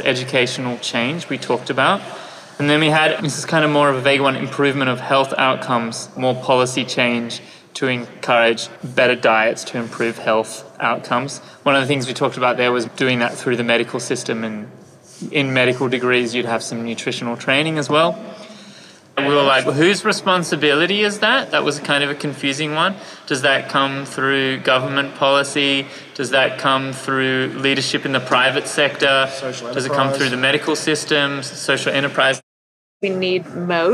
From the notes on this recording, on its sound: Conversations recorded at a one-day workshop from Sydney's Food Innovators. Food Forward was recorded on the lands of the Gadigal people of the Eora Nation. Recording Studio: The Brain Studios.